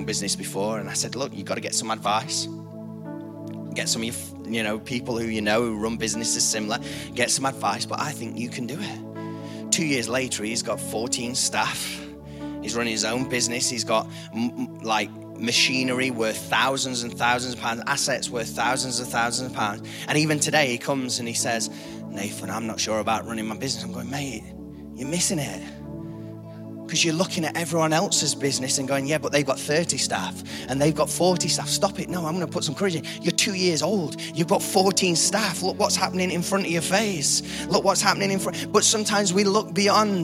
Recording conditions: large echoing room